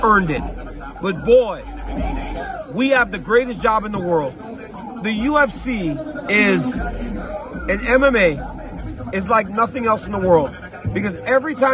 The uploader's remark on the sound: LIVE from the octagon in Sydney, Australia